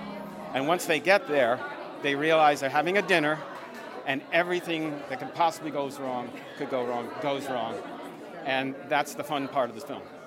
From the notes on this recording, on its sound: We'll take you to the red carpet of the Soho International Film Festival. Soho International Film Festival 2023. We'll take you to the red carpet of the Soho International Film Festival.